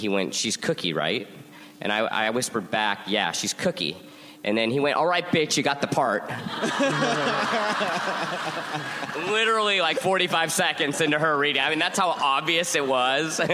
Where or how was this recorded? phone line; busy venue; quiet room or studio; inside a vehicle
busy venue